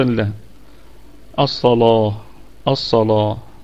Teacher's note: الصلاة، الصاد في الدرجة الثانية من درجات التفخيم لأنها مفتوحة. طيب، الصلاة طبعا لورش عنده فيها التغليظ